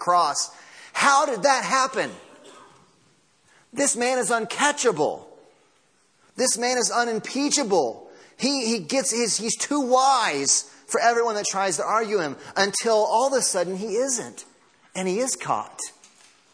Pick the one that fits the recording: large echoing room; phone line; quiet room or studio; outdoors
large echoing room